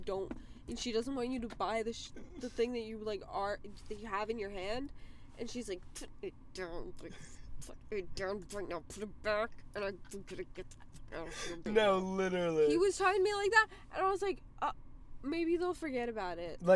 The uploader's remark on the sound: The lights go out and we are in our car.